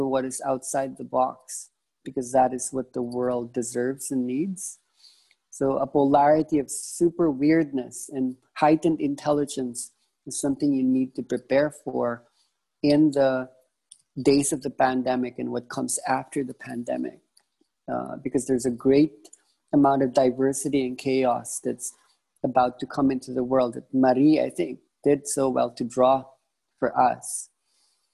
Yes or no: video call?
yes